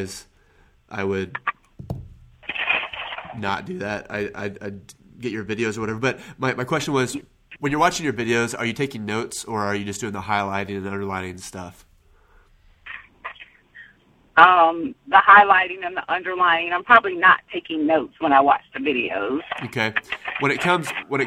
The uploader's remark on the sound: Live Calls.